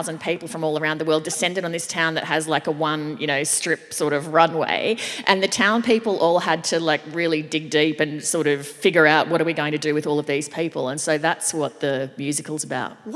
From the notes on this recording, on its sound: perform live on stage